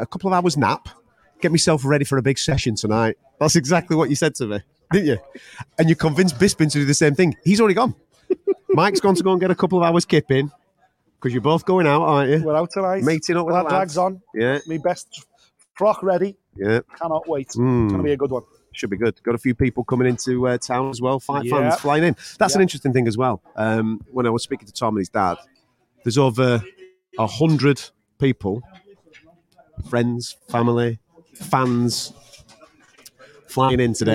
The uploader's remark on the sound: Listen back to the LIVE stream we did from the official weigh-ins for UFC 295 in New York.